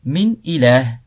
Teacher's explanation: on fait pas de nasalisation de runna, on montre clairement min ilah